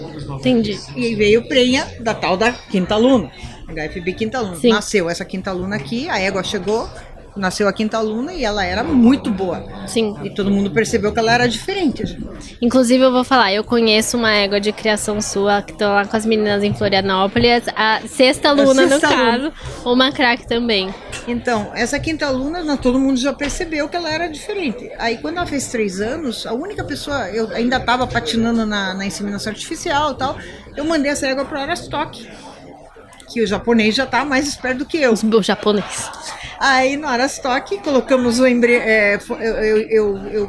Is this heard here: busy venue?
yes